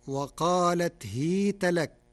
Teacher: قرأ ورش كلمة هيت بكسر الهاء فتصير وقالت هيت لك، ففتح الهاء وكسرها لغتان عند العرب، ومن فتح التاء بناها على الفتح في نحو كيف وأين.